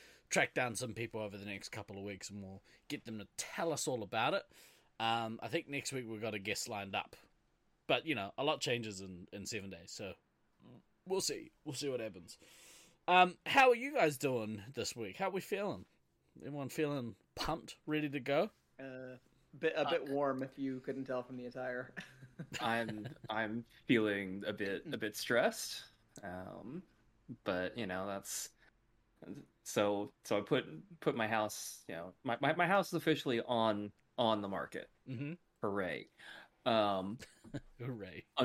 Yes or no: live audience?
no